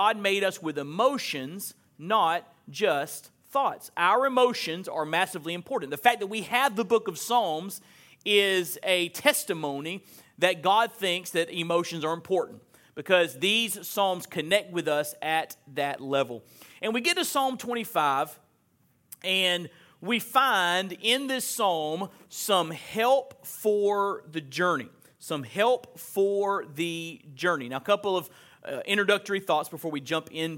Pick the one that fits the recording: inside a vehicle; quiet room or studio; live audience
live audience